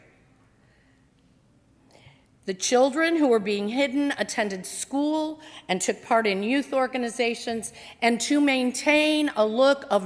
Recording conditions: large echoing room